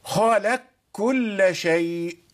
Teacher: إدغام القاف في الكاف والكاف في القاف في باب المتقاربين من كلمتين